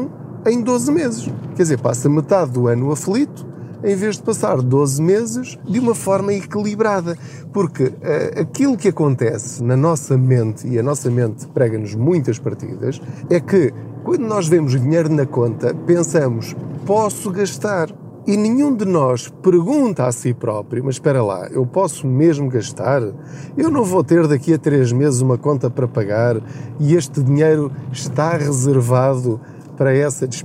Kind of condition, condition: setting, inside a vehicle